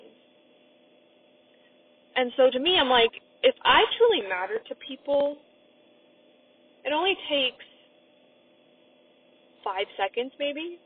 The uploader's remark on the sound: I also apologize for the audio quality.